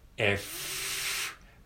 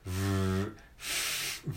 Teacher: F の音に声を足したものが V ですね。F、V、V。だから口の形は同じなんだけど、そこにこう、声を出すかどうかっていう